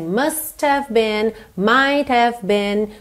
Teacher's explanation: essa percussão do T, t, t que está no final do must, que está no final do might, acaba sendo mais forte do que o H do have